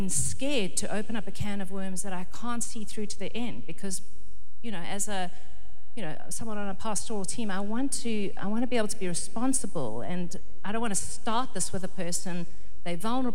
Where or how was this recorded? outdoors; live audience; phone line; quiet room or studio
live audience